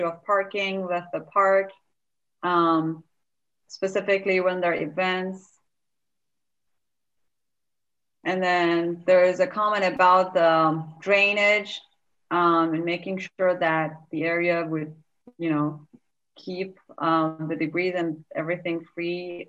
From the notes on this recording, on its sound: Holmes Point Street Standards Zoom Engagement Session.